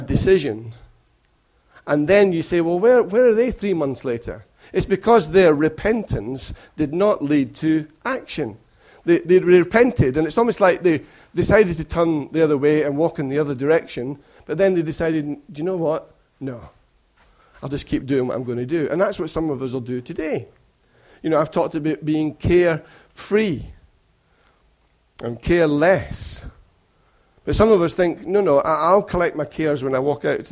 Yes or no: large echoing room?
yes